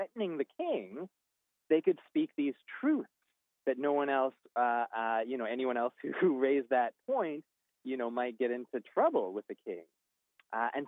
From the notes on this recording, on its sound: joins us by phone